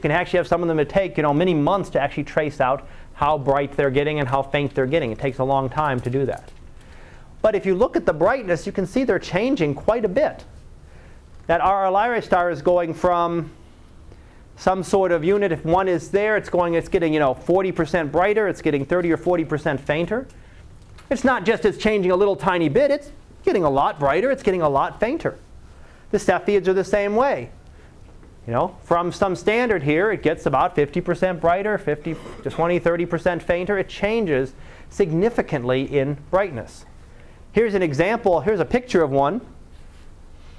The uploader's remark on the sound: Live Class Lecture